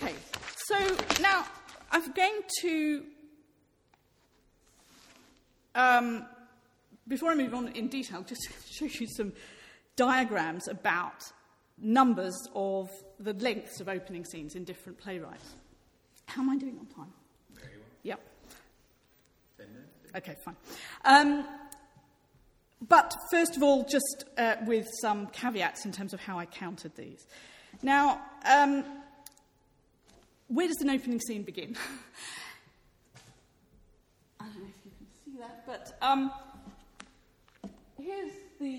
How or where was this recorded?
live audience